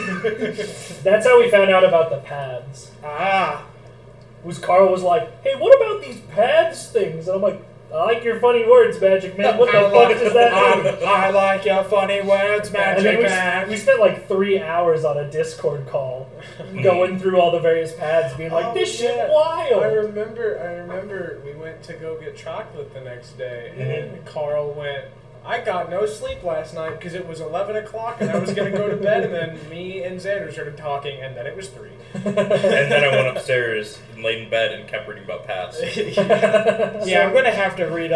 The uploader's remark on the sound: Un-Edited Version. Be warned the audio is truly unedited and thus is unbalanced. Mic issues are still being worked on.